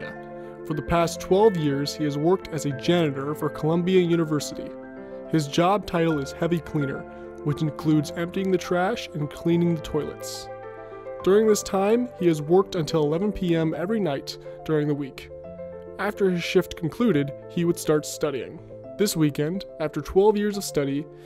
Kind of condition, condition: setting, large echoing room